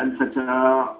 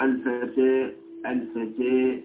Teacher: الإمالة أن ينحى بالفتحة نحو الكسرة بمعنى تميل الفتحة إلى جهة فتشرب الفتحة شيئا من صوت الكسرة · Shown in: second take · فتصير الفتحة بينها وبين الكسرة هذه الإمالة تصير الفتحة ليست فتحة